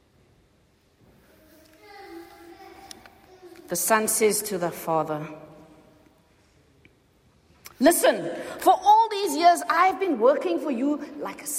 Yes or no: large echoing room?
yes